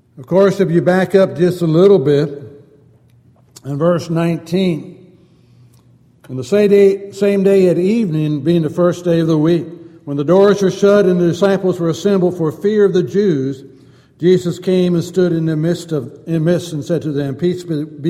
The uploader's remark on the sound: Downtown Church Of Christ Audio Sermon